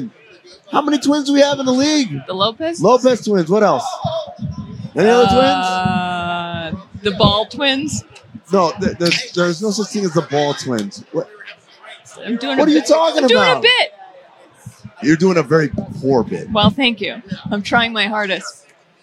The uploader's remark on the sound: Live from Las Vegas for NBA Summer League 2023